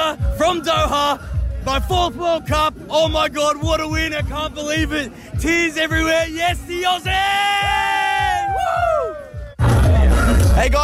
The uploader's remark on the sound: The atmosphere sounds insane as he runs into fellow Aussies!